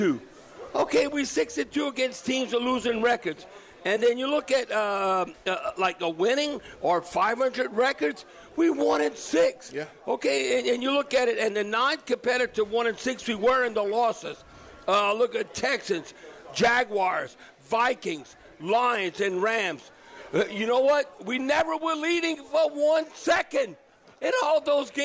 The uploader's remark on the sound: broadcasting LIVE at Rouses in Covington